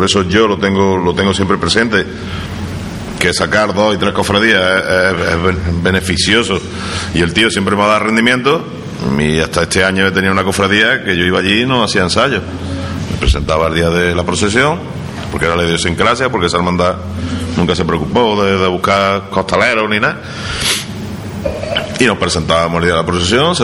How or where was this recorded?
busy venue